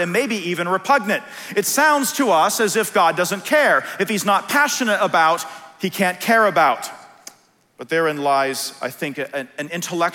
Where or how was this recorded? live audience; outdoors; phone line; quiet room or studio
live audience